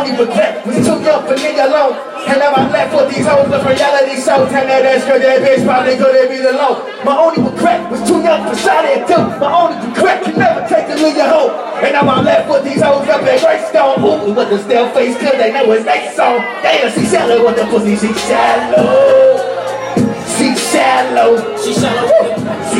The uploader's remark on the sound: Live at Johnny Babys